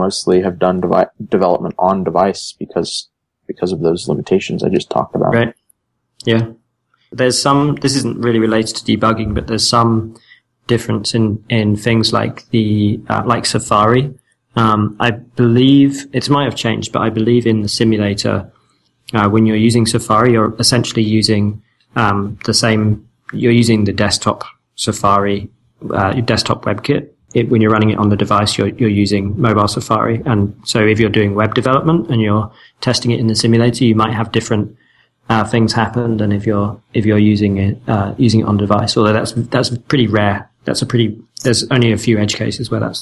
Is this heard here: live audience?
no